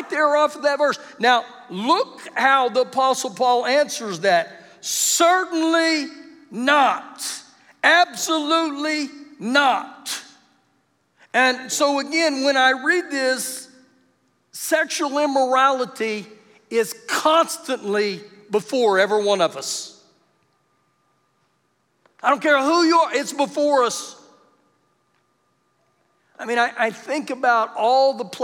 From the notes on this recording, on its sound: Recorded live during our Wednesday night service